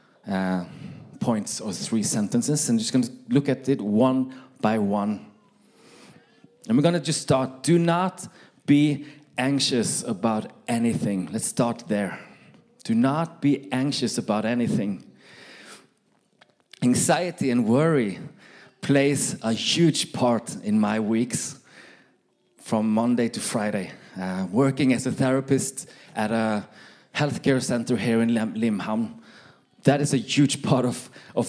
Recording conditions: live audience